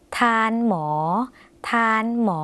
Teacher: คำว่าทานออกเสียงยาวสักนิดนึงนะคะ เพราะภาษาลาวรูปเขียนอย่างไรออกเสียงตามนั้นค่ะในคำว่าทานทานหมอจึงแปลว่าคุณหมอนั่นเองค่ะคำต่อไปค่ะคำว่าทานนั่งทานนั่งนะคะออกเสียงเหมือนกันเลยค่ะทาน